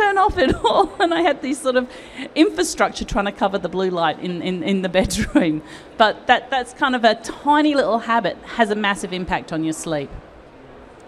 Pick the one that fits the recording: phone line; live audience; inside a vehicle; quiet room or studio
live audience